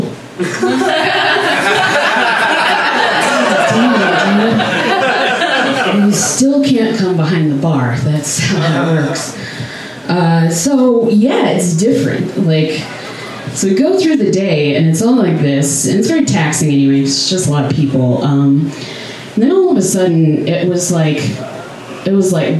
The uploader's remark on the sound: Live from Genuine Joe's